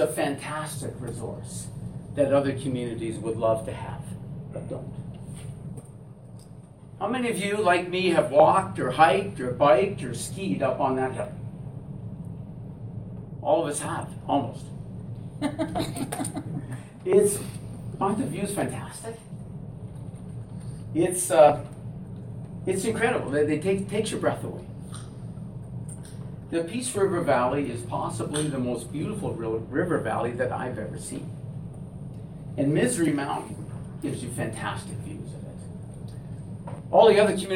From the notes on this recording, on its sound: Audio recording of theMarch 13, 2017 Regular Meeting of Peace River's Town Council